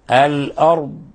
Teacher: من حافة اللسان مع ما يليه من الأضراس، مع ما يليه من الأضراس العليا، الأرض، ولا نقلقل الضاد.